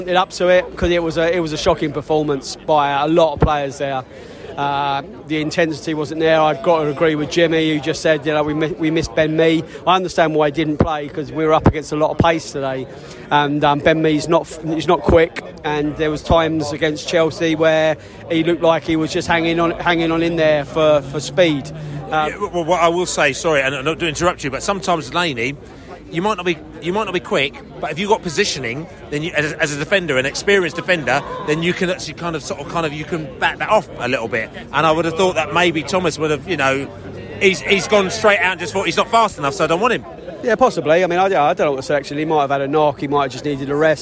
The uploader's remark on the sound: post-match podcast from the stands